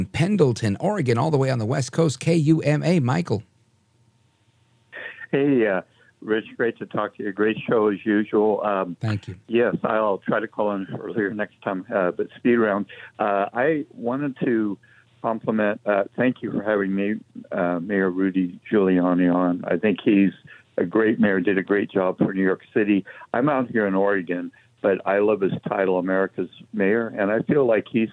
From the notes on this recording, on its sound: We take your phone calls in open phones across America.